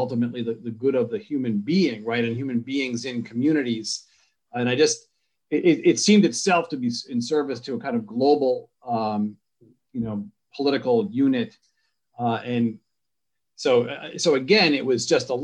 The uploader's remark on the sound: An online panel discussion